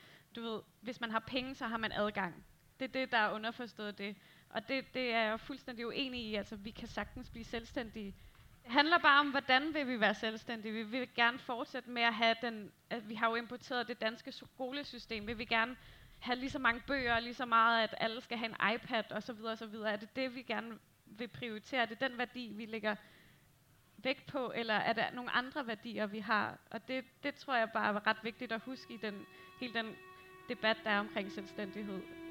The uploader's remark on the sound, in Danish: Podcasten er en liveoptagelse af en samtale. Samtalen blev til på dette års Roskilde Festival i sommers.